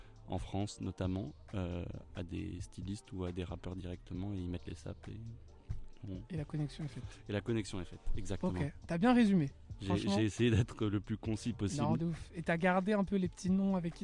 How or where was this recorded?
outdoors